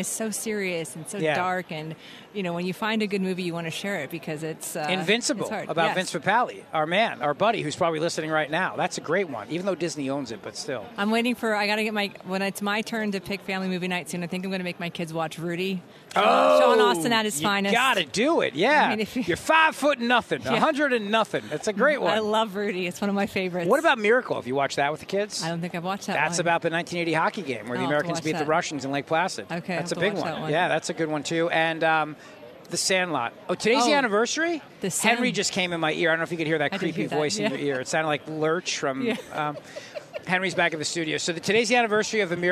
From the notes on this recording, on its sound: Broadcasting live from CPAC in Washington D.C.—"the largest and most influential gathering of conservatives in the world.”